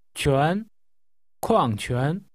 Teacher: pronounced with a falling tone 矿 and a rising tone 泉